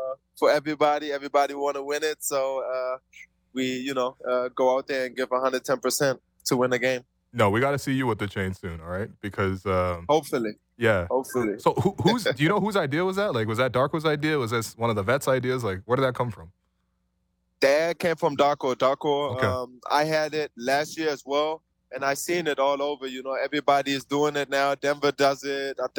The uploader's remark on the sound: live from the team bus